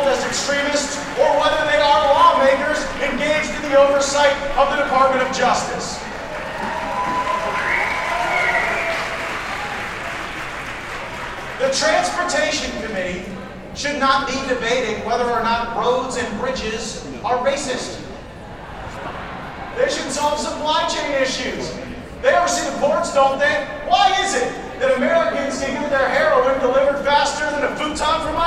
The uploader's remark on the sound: LIVE FROM CPAC 2022